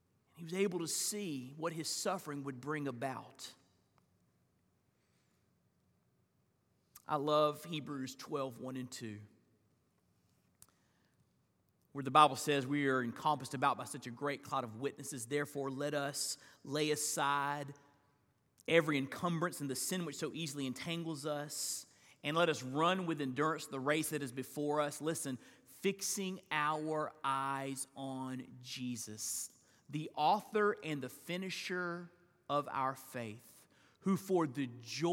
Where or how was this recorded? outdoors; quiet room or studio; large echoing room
large echoing room